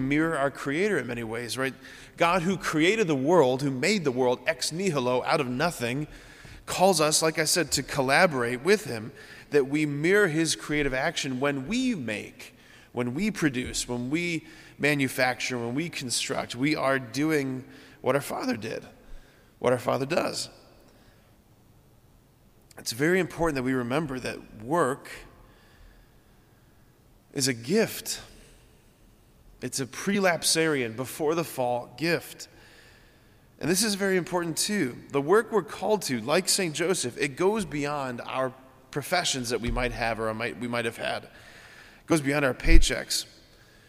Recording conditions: large echoing room